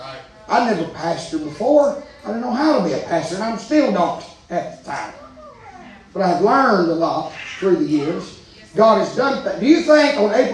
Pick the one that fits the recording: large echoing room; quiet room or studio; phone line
large echoing room